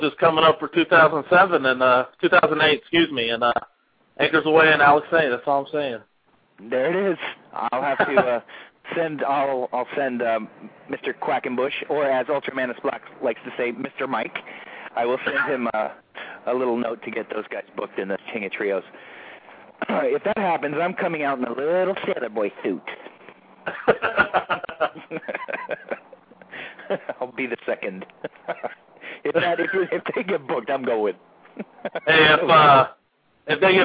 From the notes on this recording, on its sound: a very special "call in" guest